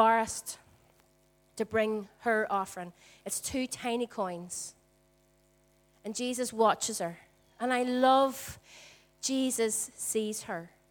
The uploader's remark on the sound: Recorded at our Storehouse Venue on 22/04/18.